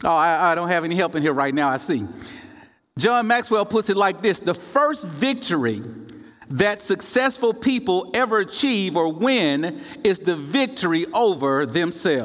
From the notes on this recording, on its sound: In the first presentation from Monday night's main session of the 2023 Propel Conference.